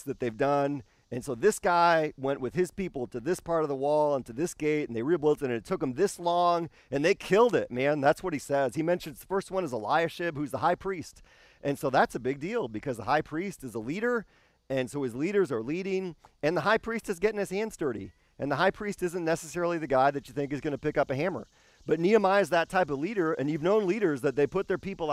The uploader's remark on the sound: This service was filmed and recorded outside.